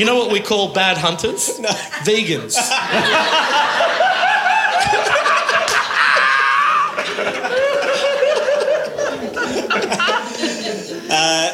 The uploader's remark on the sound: LIVE FROM WAIBEN THURSDAY ISLAND. Performed live on stage at the Thursday Island Bowls Club. The show — you’ll hear — gets more and more raucous as it goes.